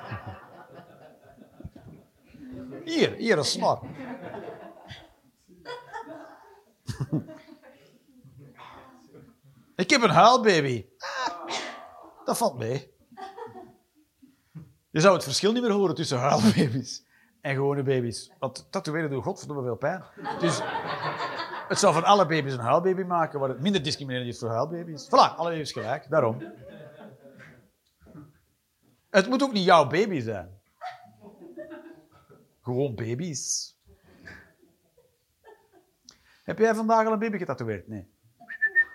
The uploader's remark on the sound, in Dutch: Live 6 September 2023, bij ComedyhuisClub, Utrecht